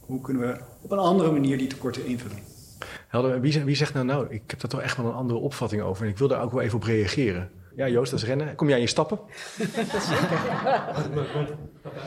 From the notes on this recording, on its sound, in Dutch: LIVE podcast tijdens de Nationale LLO-Conferentie